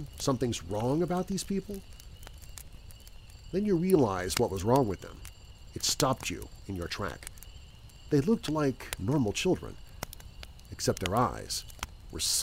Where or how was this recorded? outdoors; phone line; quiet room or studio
outdoors